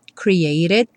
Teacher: O created teve o T reduzido para rarara.